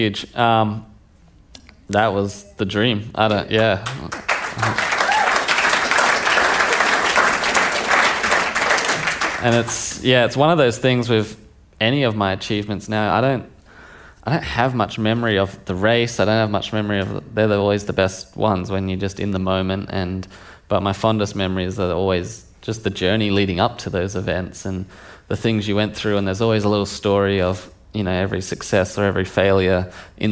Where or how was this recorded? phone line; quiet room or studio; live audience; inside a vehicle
live audience